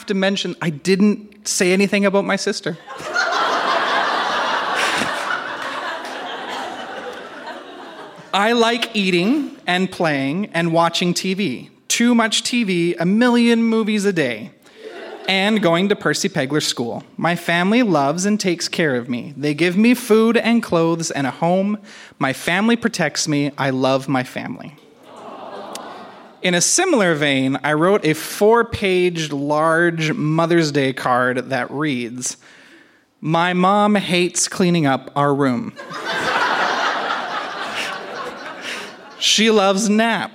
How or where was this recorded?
live audience